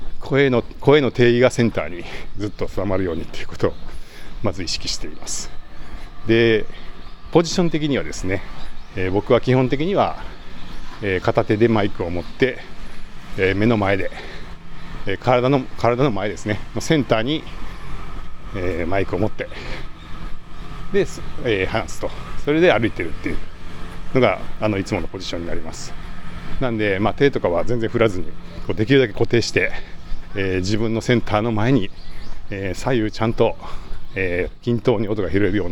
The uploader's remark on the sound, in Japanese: Zoom M2を持ちながらお散歩録音してみた。